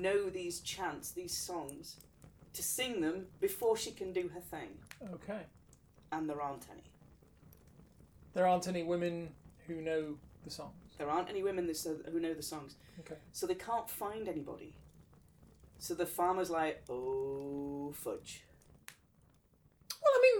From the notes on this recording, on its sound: Background fire ambience